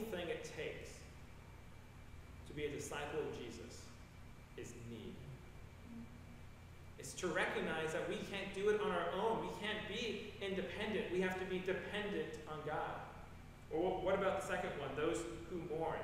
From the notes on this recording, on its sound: coming to you from Old South Presbyterian Church in Newburyport, MA